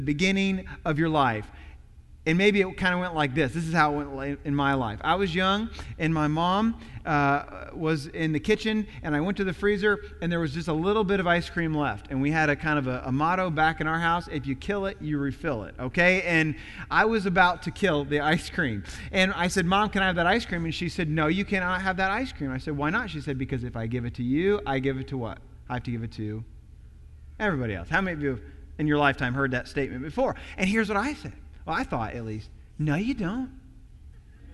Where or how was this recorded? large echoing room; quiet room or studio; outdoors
large echoing room